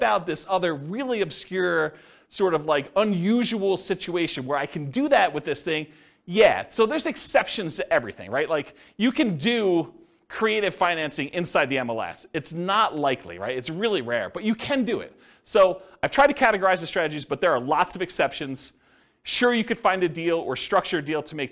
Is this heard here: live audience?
yes